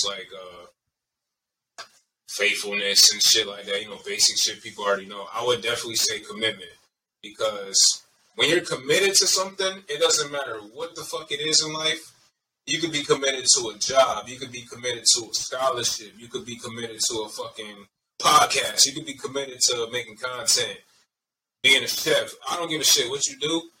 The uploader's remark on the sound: Pardon the audio quality